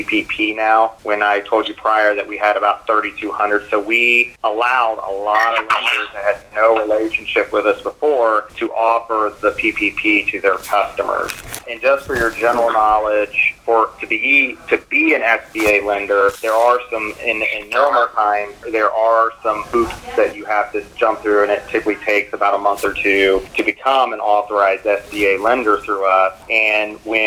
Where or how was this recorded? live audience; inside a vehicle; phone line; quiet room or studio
phone line